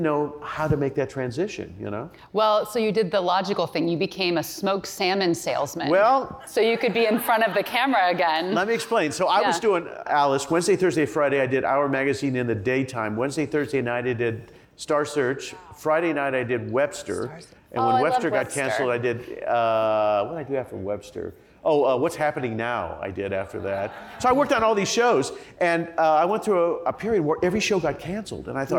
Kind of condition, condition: setting, live audience